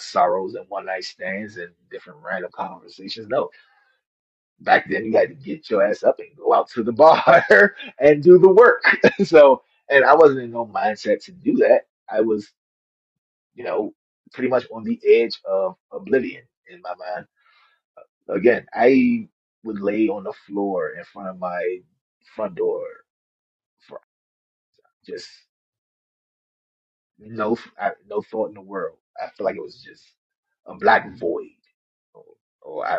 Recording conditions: poor sound quality